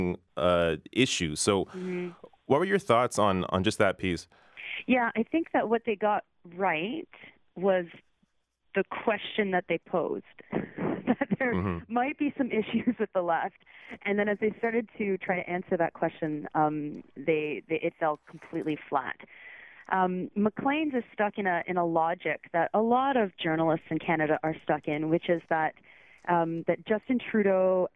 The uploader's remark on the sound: I take calls